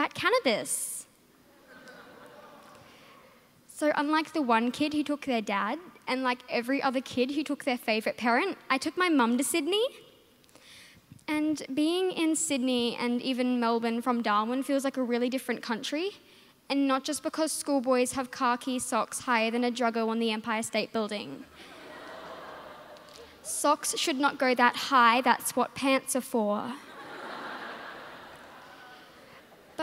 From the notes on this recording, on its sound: With the National Final performed at Melbourne Town Hall during the Melbourne International Comedy Festival.